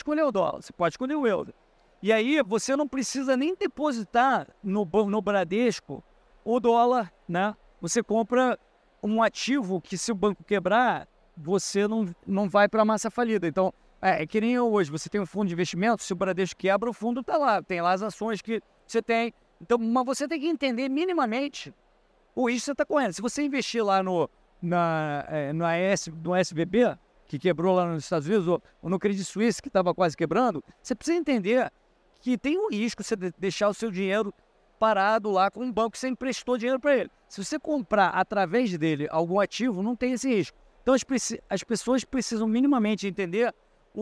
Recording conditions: busy venue